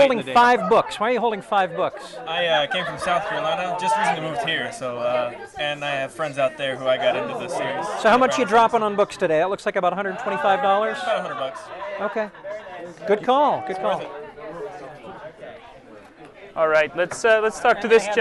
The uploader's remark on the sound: Live at the Mistborn 3 Release. Recorded in line at the Hero of Ages book release and signing event at the BYU Bookstore.